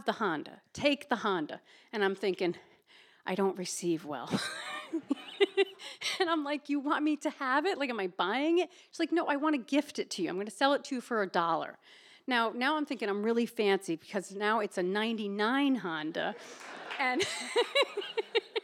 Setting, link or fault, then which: setting, live audience